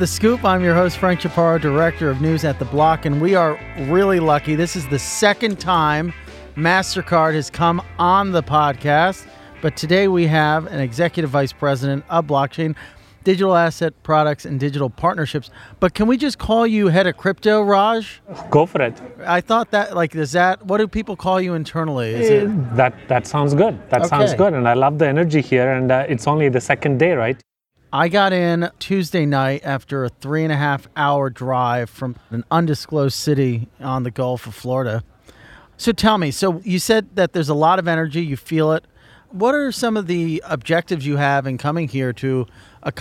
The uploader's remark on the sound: recorded at the Bitcoin 2022 conference in Miami